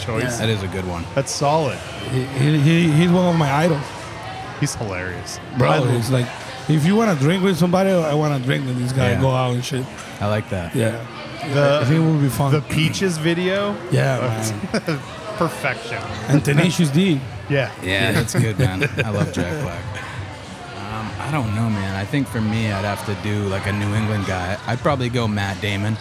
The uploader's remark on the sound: This is the second of three episodes recorded at Xul Beer Company during the weekend of their Kill The Lights festival.